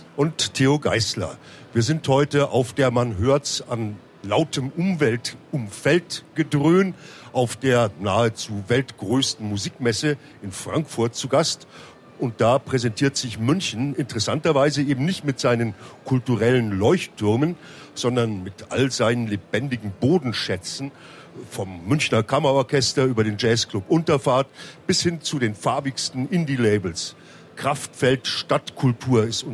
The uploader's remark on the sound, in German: Live-Mitschnitt von der Musikmesse Frankfurt.